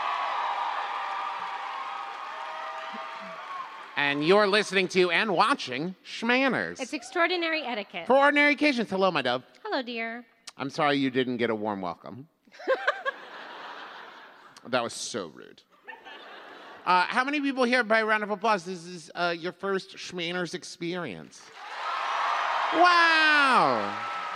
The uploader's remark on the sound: Recorded LIVE in San Jose!